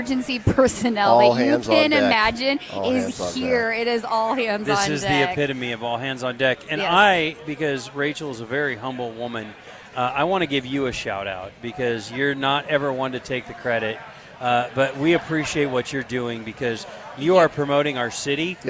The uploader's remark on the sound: LIVE from Lincoln Airshow.